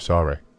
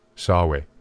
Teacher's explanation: the cutesy speech impediment of turning R sounds into W's